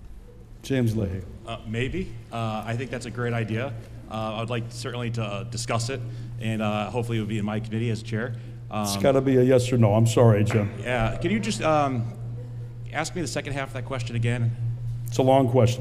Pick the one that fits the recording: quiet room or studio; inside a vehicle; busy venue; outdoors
busy venue